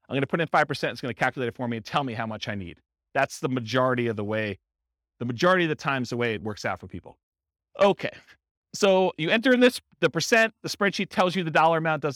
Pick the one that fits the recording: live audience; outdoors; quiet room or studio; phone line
live audience